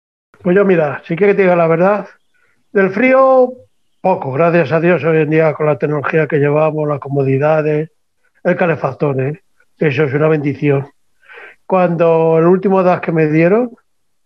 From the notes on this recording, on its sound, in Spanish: Experimentamos en este podcast con una tertulia en directo, a través de la aplicación Zoom, esperamos que, si el audio es bueno, repetir esta forma de grabar nuestros podcast.